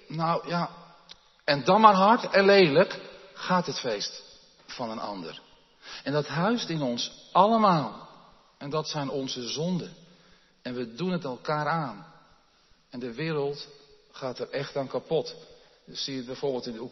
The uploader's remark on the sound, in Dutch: opgenomen in de Jeruzalemkerk te Groningen